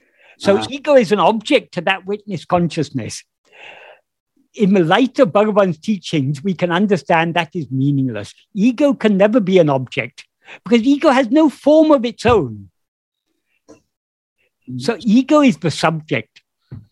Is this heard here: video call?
yes